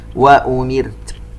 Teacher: راء ساكنة قبلها كسرة، نشبع الكسرة على الميم حتى تخرج الراء مرققة